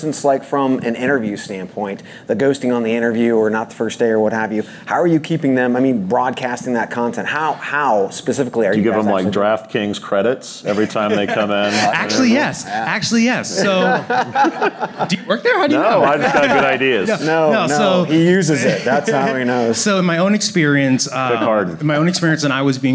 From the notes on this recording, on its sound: All-Star Panel, Live From TAtech in Chicago. Some of the industry’s most respected folks joined the boson stage for some good ol’ fashioned verbal jousting.